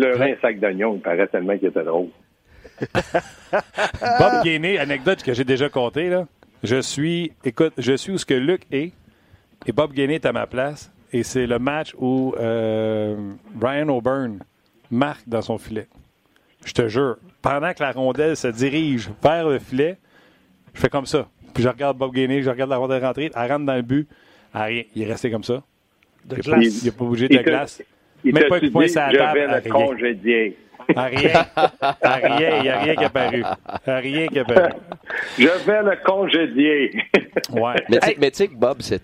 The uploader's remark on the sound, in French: Au bout du fil. En studio.